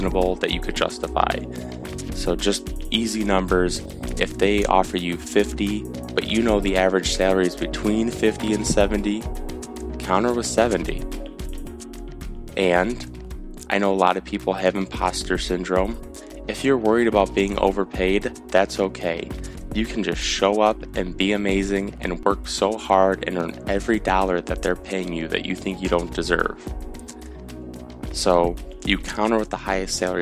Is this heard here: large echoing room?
no